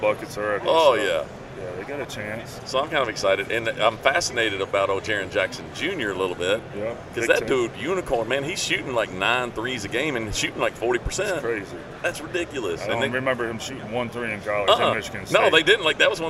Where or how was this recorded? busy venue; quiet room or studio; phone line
busy venue